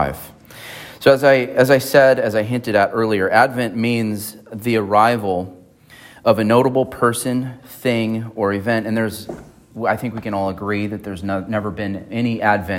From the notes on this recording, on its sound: At Emmanuel Baptist Church in Fallbrook, California.